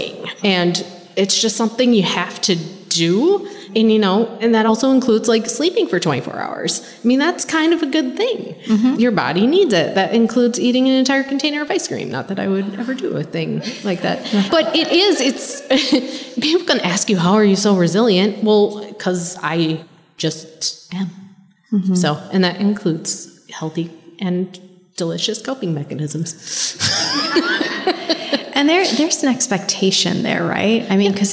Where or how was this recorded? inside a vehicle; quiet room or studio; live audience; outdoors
live audience